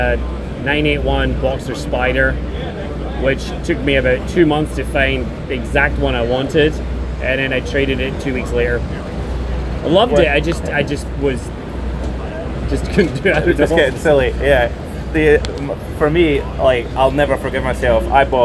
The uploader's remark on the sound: Live from Daytona. Sits down outside the Starworks motorsports trailer in the Daytona paddock.